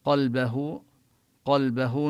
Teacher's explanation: نفخم القاف والهاء نصلها بواو لأنها وقعت بين متحركين، هذه هاء الكناية بين الباء المفتوحة والعين المفتوحة.